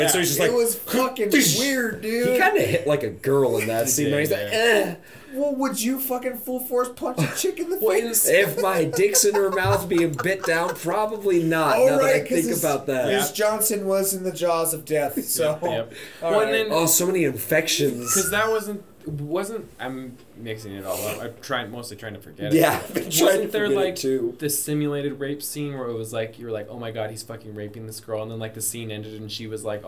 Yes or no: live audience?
no